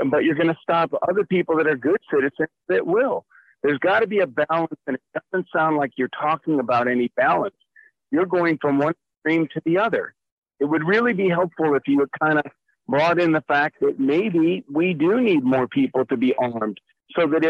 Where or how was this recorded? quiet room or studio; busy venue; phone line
phone line